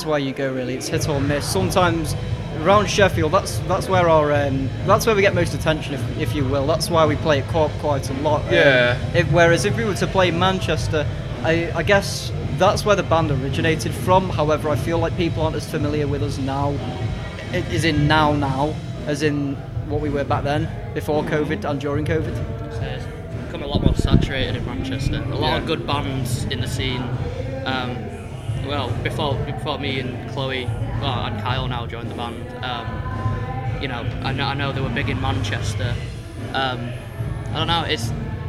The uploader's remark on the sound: Live From AoniaFest V. Live at the festival.